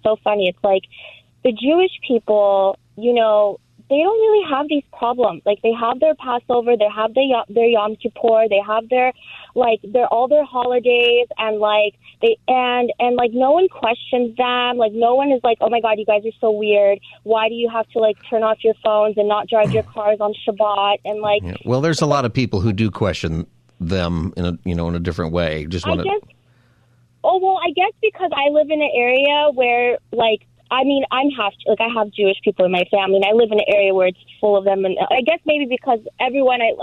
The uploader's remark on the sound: Take your call on any topic for Open Phone Friday.